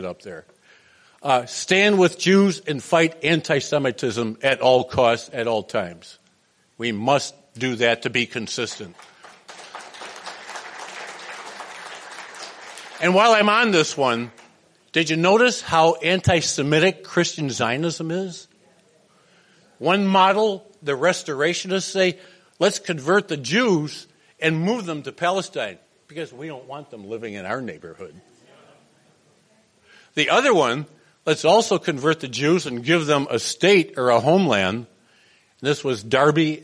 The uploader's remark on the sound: The following is a presentation made at the 2022 Transcending the Israel lobby at Home & Abroad conference held on March 4 at the National Press Club.